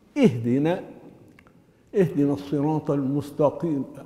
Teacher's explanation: خطأ كثير شايع، لابد من ملاحظة نطق الهمزة، هي همزة وصل، وهمزة الوصل تنطق في أول الكلمة مكسورة